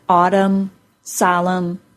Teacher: all those words end in the M sound, not the N sound, as the spelling would suggest